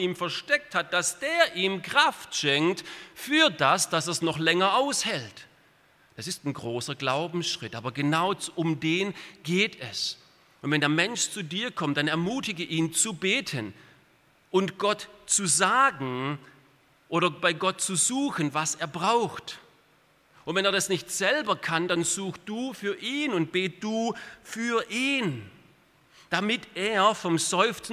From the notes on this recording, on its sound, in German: aus dem Gottesdienst der Liebenzeller Mission